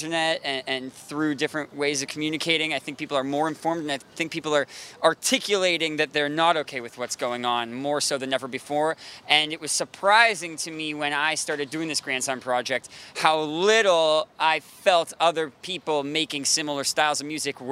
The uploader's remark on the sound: interview from the Sound of Music Festival.